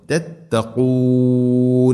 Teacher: തൊണ്ടയുടെ മുഗൾ ഭാഗത്തിൻ്റെ മേലെ ചെറുനാക്കിൻ്റെ ആ ഒരു ഭാഗത്ത് നിന്നാണ് ഖാഫ് വരുന്നത്. പ്രത്യേകം ശ്രദ്ധിച്ചുച്ചരിക്കണം.